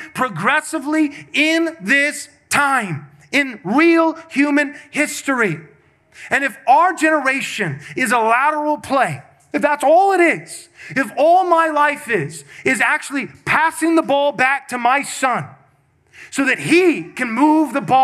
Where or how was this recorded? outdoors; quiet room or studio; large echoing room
large echoing room